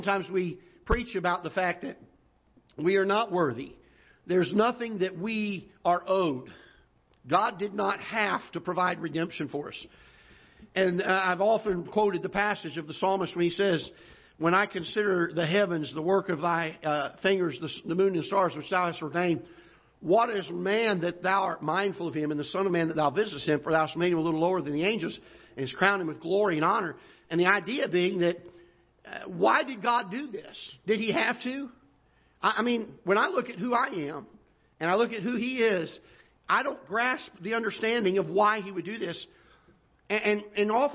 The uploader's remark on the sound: Ketha Heights Baptist Church ~ Live Broadcast